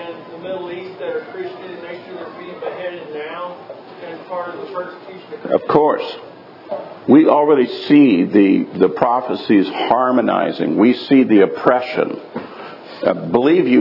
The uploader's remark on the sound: live from Tabernacles 2018